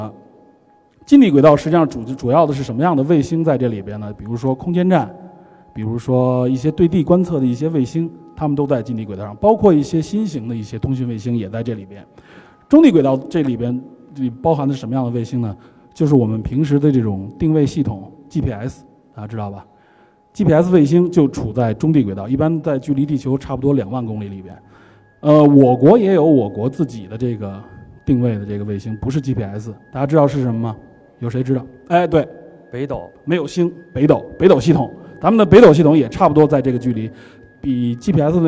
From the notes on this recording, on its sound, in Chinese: 在科技馆的四层航天科技展区现场做了一期现场讲解版的电影真探节目。主要面向全国各地的中小学生及老师和家长，做一次包含互动的现场电影真探秀。这次是第一次对这几百人的大中小观众边聊边互动。